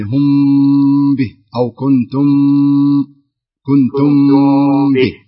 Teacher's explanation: الميم الساكنة إذا أتى بعدها حرف الباء نخفي مقدار حركتين